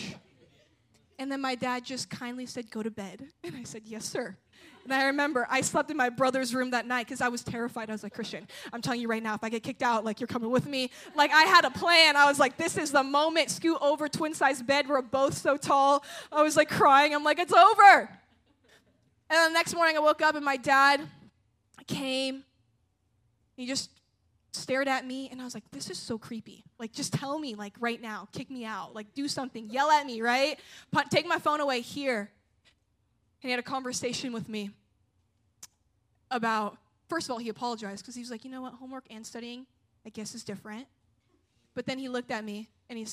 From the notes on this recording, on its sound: at a Jesus Followers Sunday night service